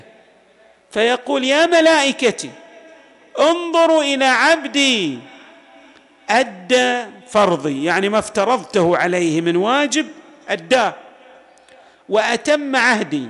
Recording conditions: large echoing room